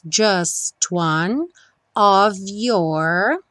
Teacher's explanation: sempre of com som de V